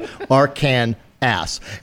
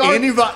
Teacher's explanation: in three syllables with the final S silent, the A in each syllable with the Italian sound, and the accent on the first and last syllable. · Shown in: second take